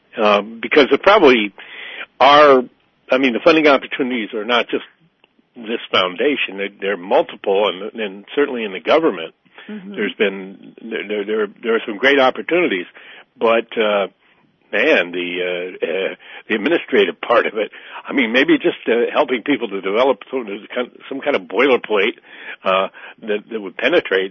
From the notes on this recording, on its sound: Joining us today on the phone